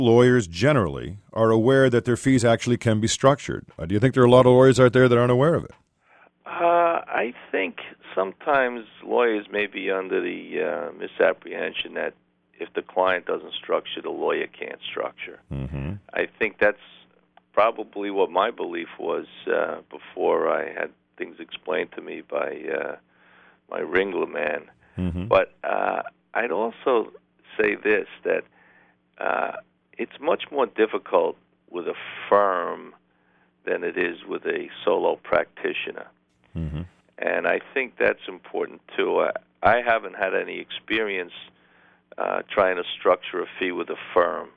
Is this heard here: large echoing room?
no